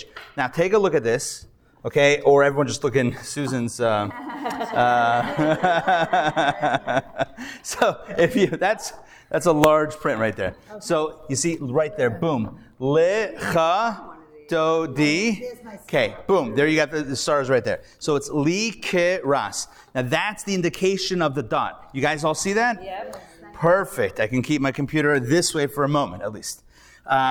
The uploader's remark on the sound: Recorded Live at The Torah Center ATL on Thursday, September 7, 2023